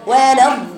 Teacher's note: وكذلك اللام تقولي ولضالين، وكذلك اللام عملتها شديد، مع ان الضاد فيها رخاوه فيها زمن اطول واللام فيها زمن اقل شويه لانها توسط. يبقى ولضالين، وما توطيش صوتك على الياء وتقولي ولضالين، راح واطيه حروفك ضعيفة.